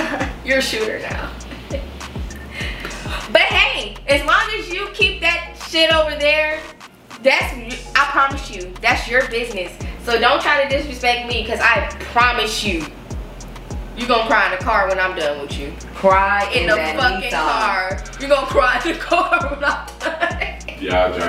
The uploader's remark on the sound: Sorry, this sound is a little janky as well